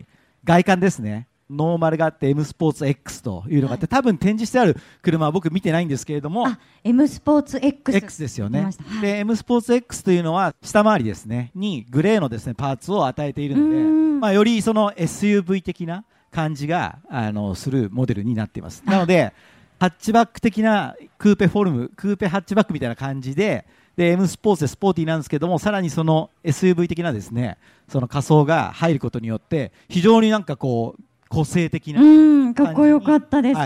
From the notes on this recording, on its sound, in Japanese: ル・ボラン カーズミート 公開収録。毎年恒例のヨコハマ赤レンガ倉庫前広場で開催される、「ル・ボラン カーズミート」。今年も公開収録を行ないました。当日は、たくさんの人が来場してくれて、とてもテンション上がりました。